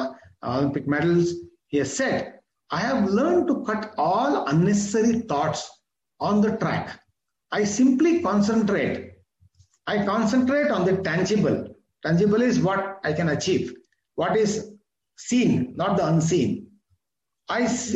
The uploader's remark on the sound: This is audio recording of my webinar